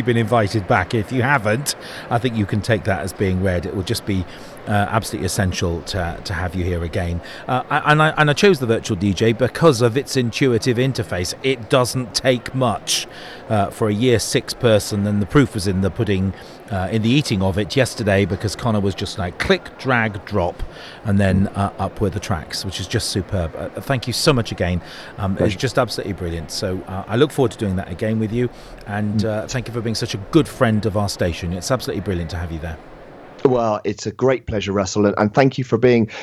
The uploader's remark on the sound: NetSupport Radio Saturday 25th Jan BETT2020. Our forth and final NetSupport Radio LIVE show from stand NL44 at BETT2020.